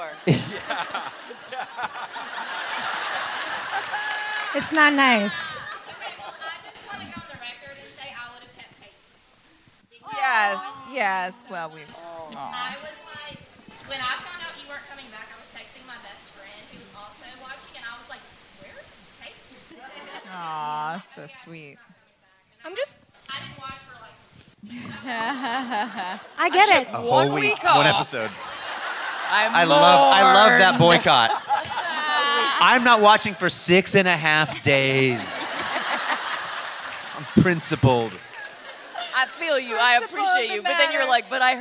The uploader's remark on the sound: LIVE IN NYC